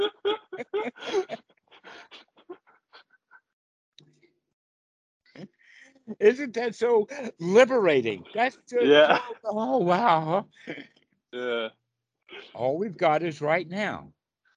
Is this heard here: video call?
yes